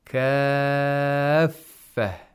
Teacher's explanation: At the end, we have a kind of stress that's applied on the fa. · Term: nabr